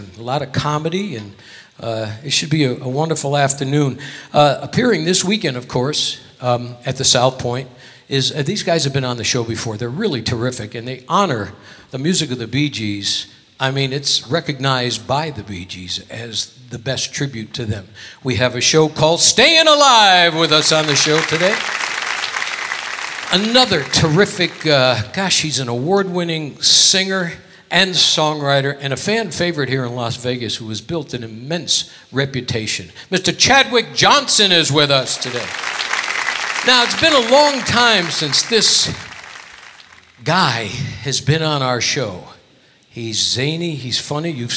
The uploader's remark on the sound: Live at the SouthPoint Casino